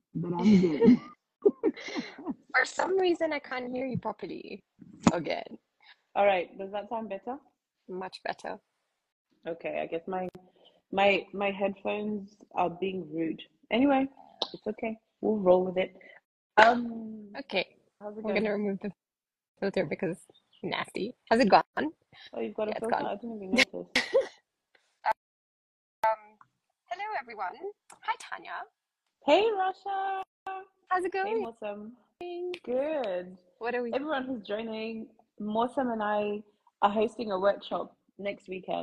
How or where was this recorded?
video call